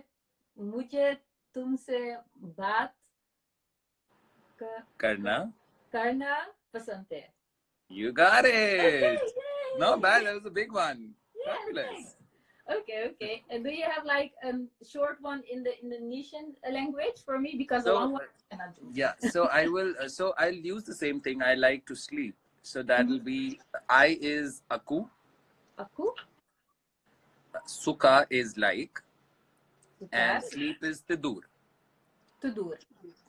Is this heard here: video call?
yes